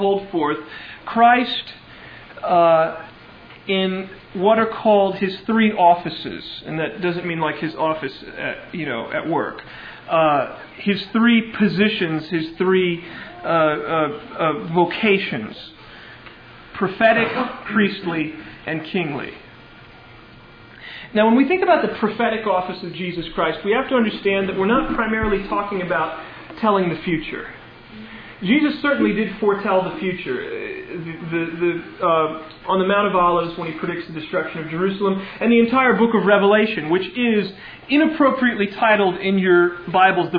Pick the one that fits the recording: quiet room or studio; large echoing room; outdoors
large echoing room